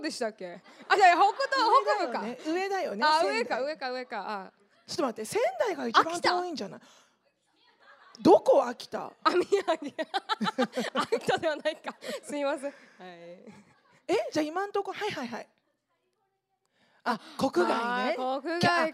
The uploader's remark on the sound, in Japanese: 公開収録。大阪公演の収録音声を大公開！LIVE質問コーナー（会場の皆さんからの質問に即興で答えます）。